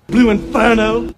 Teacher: So Southern English accents are non-rhotic. You leave the R sound out after a vowel in a word like inferno.